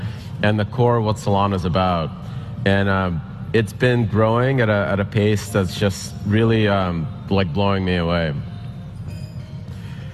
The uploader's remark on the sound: at the recent Solana Breakpoint conference